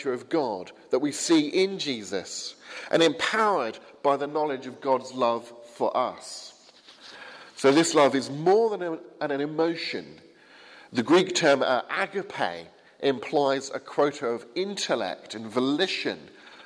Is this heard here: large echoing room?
yes